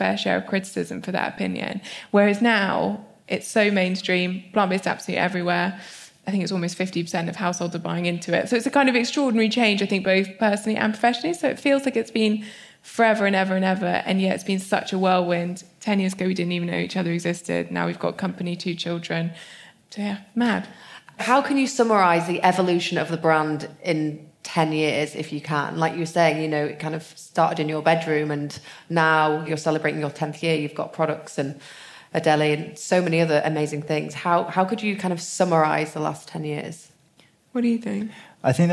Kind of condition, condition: setting, live audience